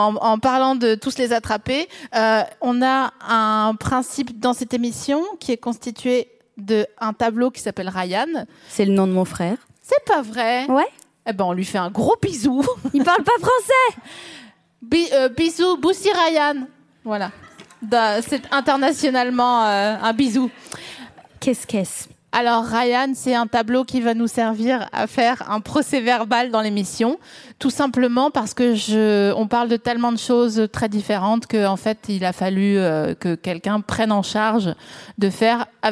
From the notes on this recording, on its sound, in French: enregistré en juin 2022 à la Scala Paris